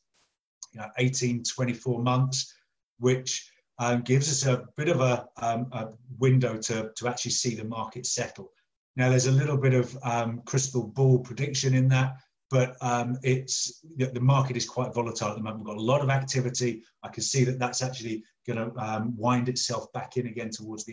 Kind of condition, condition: link, video call